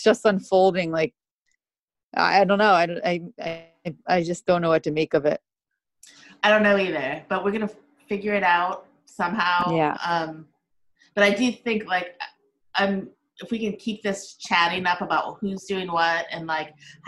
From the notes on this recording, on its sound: This is a zoom chat